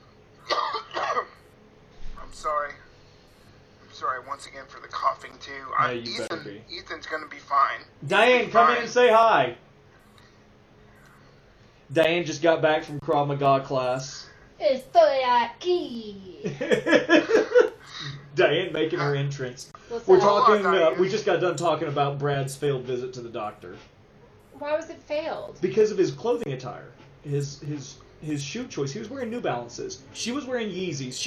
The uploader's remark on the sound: Forgive the terrible audio quality.